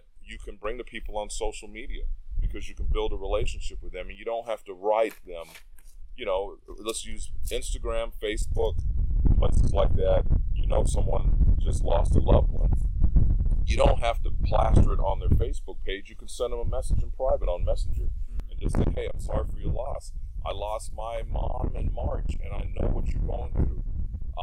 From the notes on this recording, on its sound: Please forgive me because we decided to record outside and I forgot to bring my wind protection gear for my voice recorder. You will notice heavy wind from time to time.